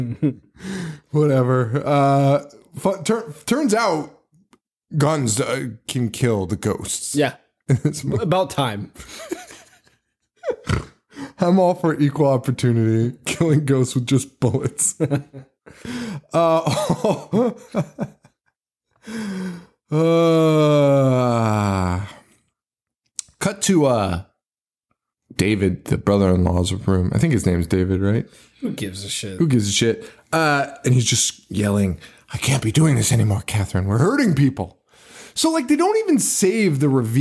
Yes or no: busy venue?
no